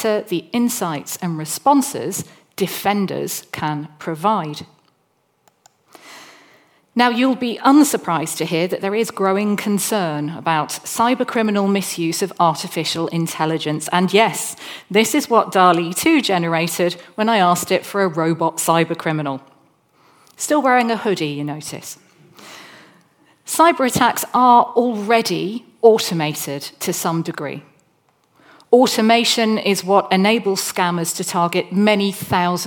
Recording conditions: large echoing room